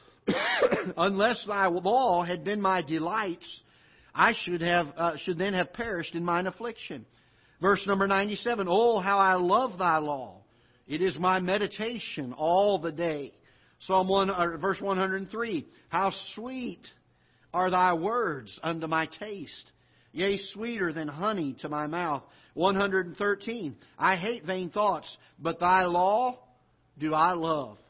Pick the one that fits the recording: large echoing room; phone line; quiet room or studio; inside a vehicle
large echoing room